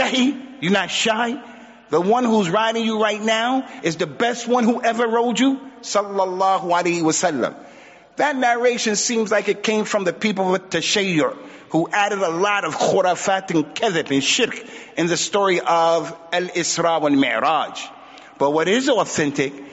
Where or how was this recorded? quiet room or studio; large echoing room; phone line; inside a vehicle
large echoing room